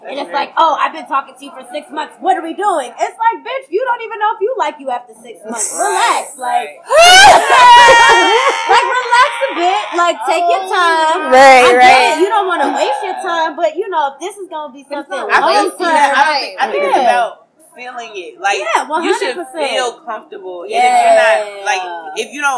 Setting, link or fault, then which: fault, background noise